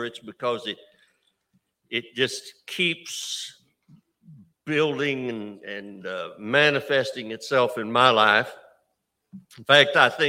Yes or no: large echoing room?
yes